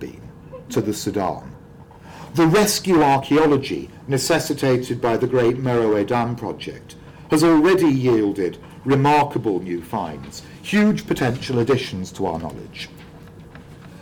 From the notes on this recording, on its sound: Speaking at the African Athena conference.